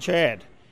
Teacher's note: It's a longer vowel than it is in you know, other regions of the country, and you can hear it pretty distinctly when he says Chad. · Term: raised ah sound